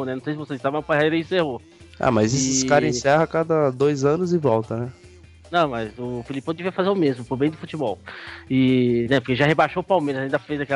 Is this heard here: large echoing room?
no